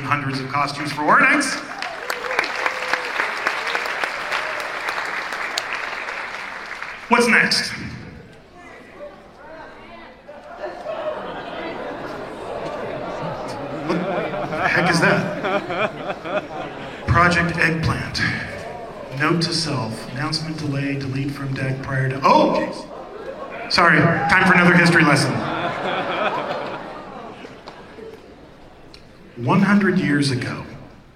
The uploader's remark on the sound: We showcase the panel from Midsummer Scream